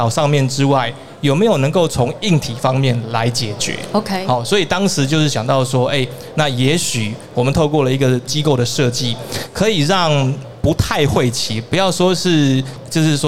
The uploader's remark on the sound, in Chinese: 2022 Taipei Cycle台北國際自行車展-Live Podcast